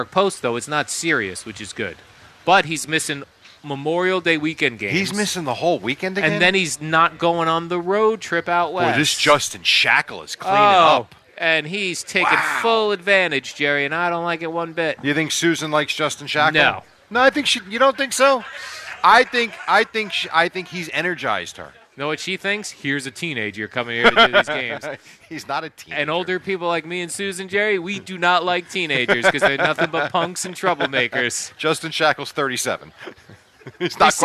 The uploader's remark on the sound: Live from D'Jais in Belmar